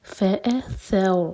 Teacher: فأثرنا، فا حمزہ پر cut off sound clear آئے، اور ثا کے لیے ہماری زبان اوپر والے دانت کو ٹچ کرے گی، تھوڑی سی ٹپ باہر ہوگی اور لائٹ. فأثر رو ساکن ہیوی ہوگا کیونکہ اس سے پہلے ہے فتحہ